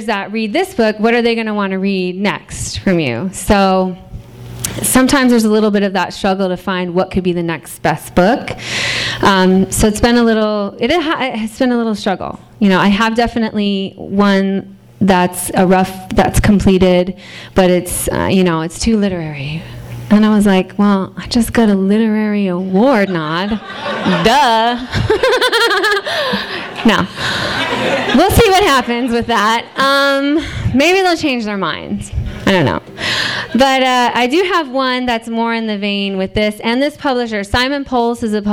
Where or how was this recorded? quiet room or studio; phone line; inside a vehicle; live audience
live audience